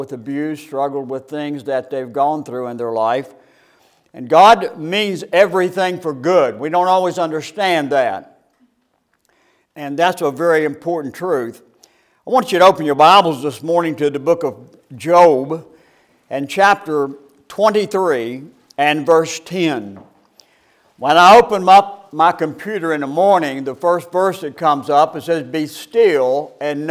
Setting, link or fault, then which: setting, large echoing room